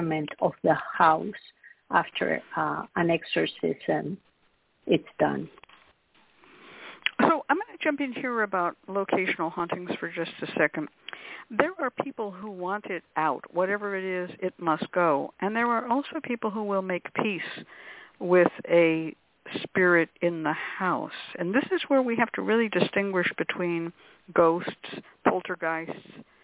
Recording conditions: phone line